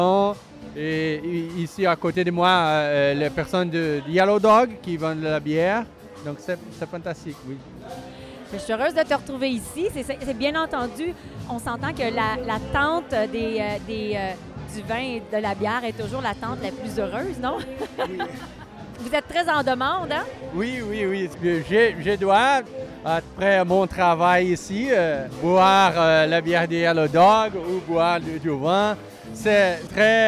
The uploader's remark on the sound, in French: Festival du Bois : l’expérience sonore. Toute l'équipe du balado étaient au Festival du Bois.